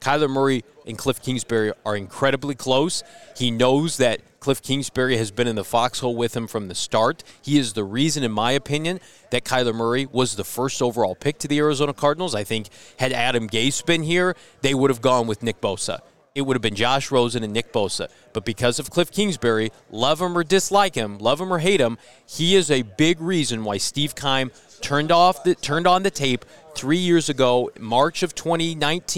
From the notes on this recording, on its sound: LIVE from the NFL Combine in Indianapolis